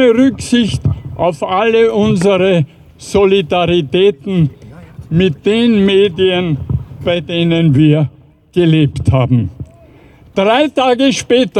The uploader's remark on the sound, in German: April 2023 in Wien für den Erhalt der Wiener Zeitung. Ungeschnittene und unbearbeitete Aufnahme der Reden auf der Auftaktkundgebung am Helmut-Zilk-Platz und der Abschlusskundgebung beim Deserteursdenkmal vor dem Bundeskanzl*amt am Ballhausplatz.